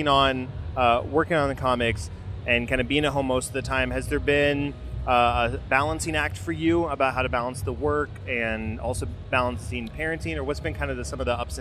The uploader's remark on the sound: at Dallas Fan Expo 2018